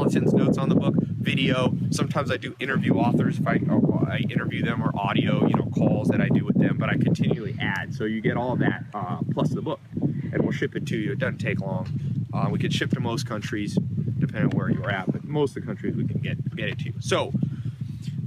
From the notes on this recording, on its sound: recorded a video for you out in the snow by the chickens and pigs